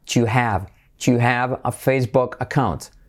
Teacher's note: D más Y, letra clave GJ, you have. Saltamos la H semiclave y hacemos la V.